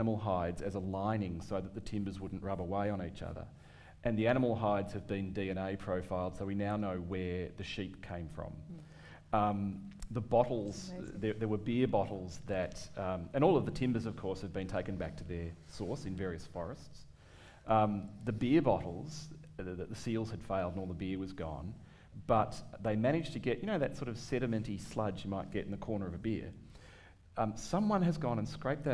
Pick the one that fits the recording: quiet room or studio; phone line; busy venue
busy venue